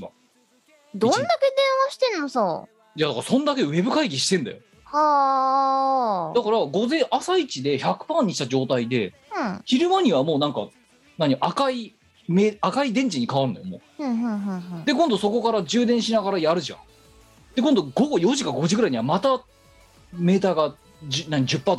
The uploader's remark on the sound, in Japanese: 本番組はリモート収録です。収録時環境の影響により、聴き取り辛い部分があります。収録時環境の問題により、一部会話が特に聴き取り辛くなっております。途中で激しくノイズ等入りますが、収録時のものです。